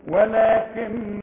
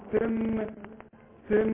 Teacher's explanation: ولكن حتى لو وقفنا النون لازم تغن، والنون دي بقى احنا قلنا النون اللي بدون تشكيل اللسان مش هستعمله خالص، انما النون بقى اللي عليها الشده ده انا هستعمله ونص، استعمل لساني ونص كمان.